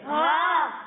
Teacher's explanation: جب ہم ہا کی ادائیگی کریں گے تو اسے ہم حلق کے نچلے حصے سے پڑھیں گے